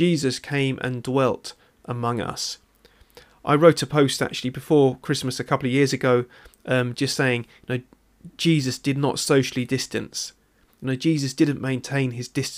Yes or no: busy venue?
no